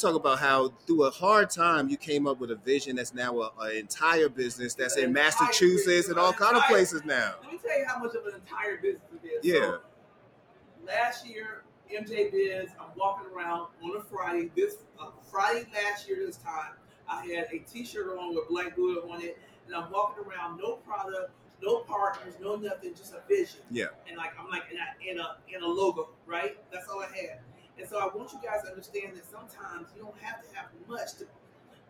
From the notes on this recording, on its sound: Recently, CashColorCannabis was live in Las Vegas for the annual MjBiz Conference. Every year, thousands of people descend onto the city of sin to network, talk shop, and build up brand awareness.